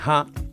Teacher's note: un monosílabo compuesto en muchas ocasiones de una consonante glotal de inicio y por una vocal no redondeada frontal bajo central pronunciada con entonación interrogativa